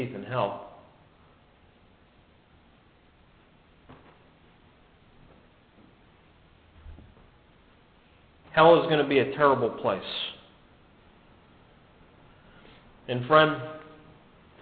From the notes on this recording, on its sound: This podcast is a good news message given at the Brookfield Gospel Hall in Brookfield, CT in 2005.